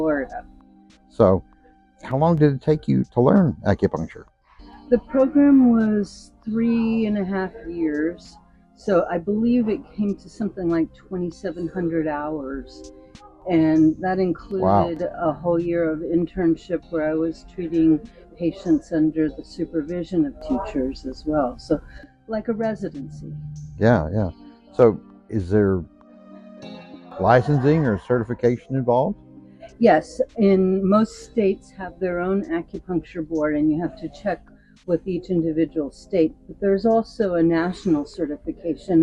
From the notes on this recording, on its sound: Also, please be aware that the interview portion of this episode was recorded using different equipment and in different surroundings than usual (after service in our Unitarian Universalist Church), so you will notice a difference in audio quality and background noise.